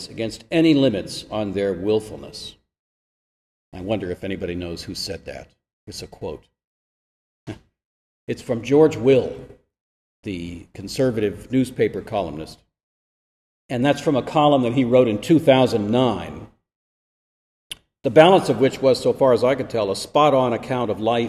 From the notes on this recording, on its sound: This lecture was given at Florida State University on January 27, 2023.